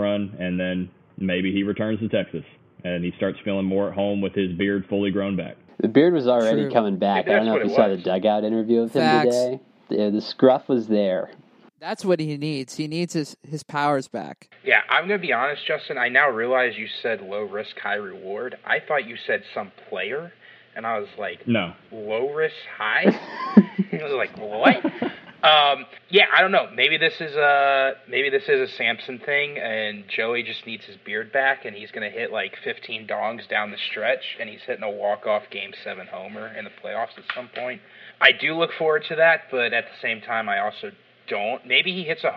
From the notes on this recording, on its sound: apologies for the wonky audio you may hear, we had a lot of technical difficulties the night we recorded.